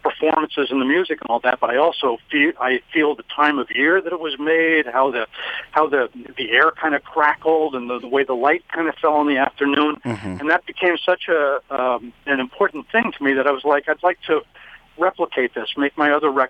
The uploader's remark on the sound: Telephone Interview live on Radio1190!